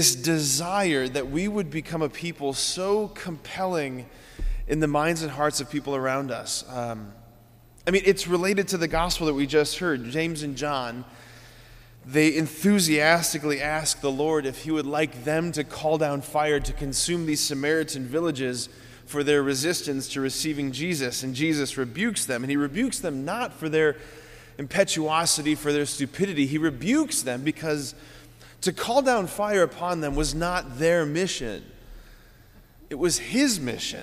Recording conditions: large echoing room